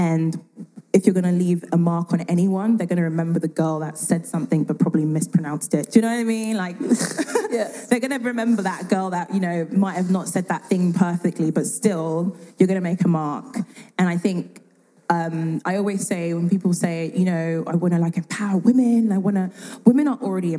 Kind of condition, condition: setting, live audience